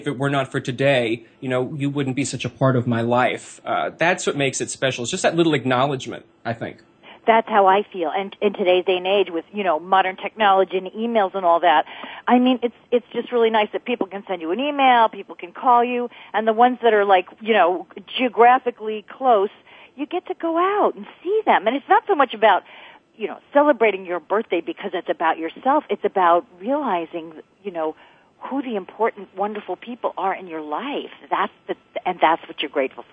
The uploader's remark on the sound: Take calls from listeners who are seeking advice on relationships, parenting, pets, and more.